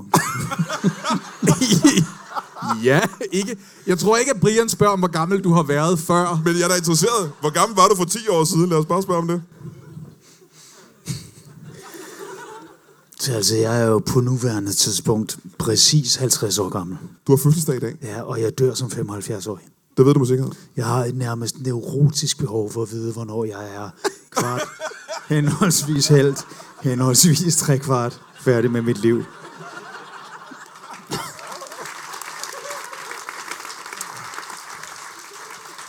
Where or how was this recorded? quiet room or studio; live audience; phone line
live audience